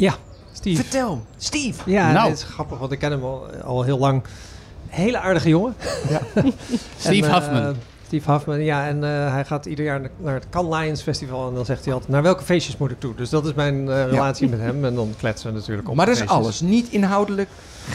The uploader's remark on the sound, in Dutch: Live vanaf TNW. Live vanaf TNW.